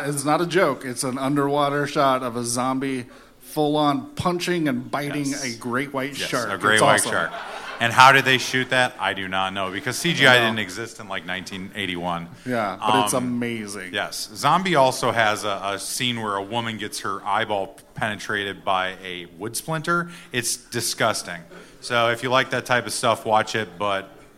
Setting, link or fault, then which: setting, live audience